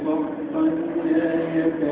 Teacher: ادغام كامل بسبب وقوع اللام بعد التنوين